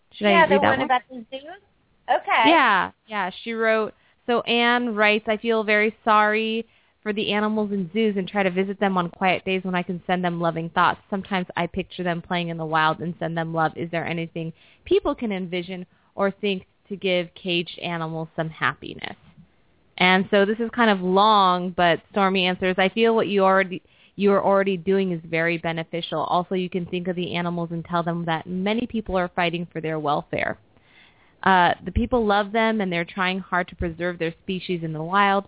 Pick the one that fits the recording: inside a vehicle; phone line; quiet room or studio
phone line